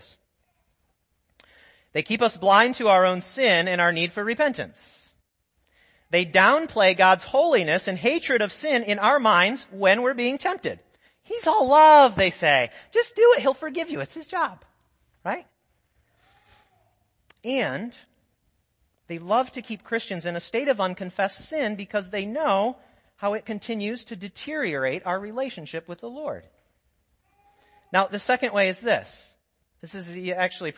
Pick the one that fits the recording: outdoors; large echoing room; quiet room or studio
large echoing room